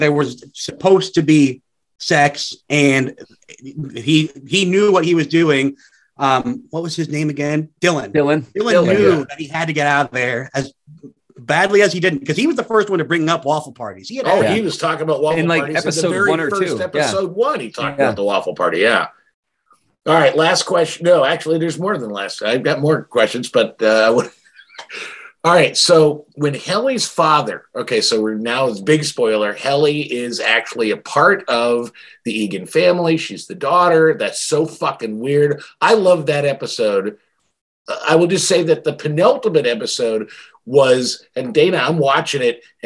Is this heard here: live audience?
no